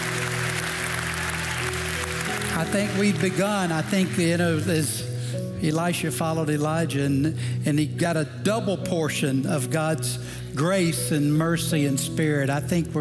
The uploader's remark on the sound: Recorded Live at Brookwood Church.